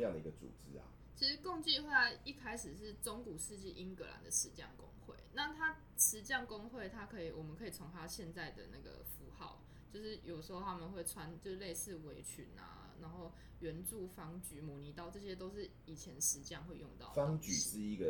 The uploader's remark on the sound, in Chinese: 本次錄音是在一般辦公空間進行，可能有小雜音跟馬路上的喇叭聲，絕對不是在做效果。